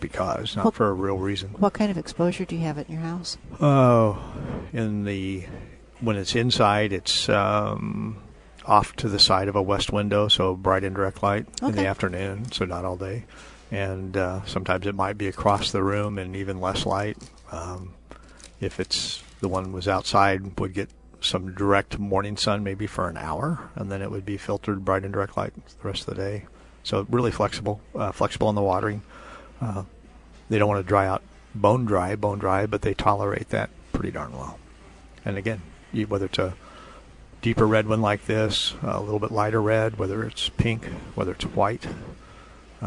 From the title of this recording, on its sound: Live at Prairie Gardens